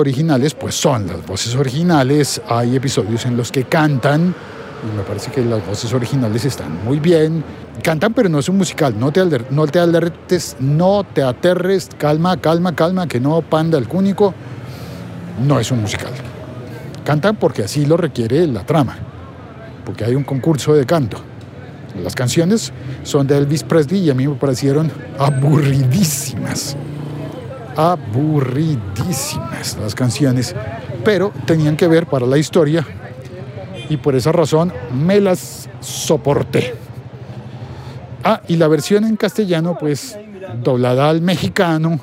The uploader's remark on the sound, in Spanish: Grabado desde las calles de Bogotá.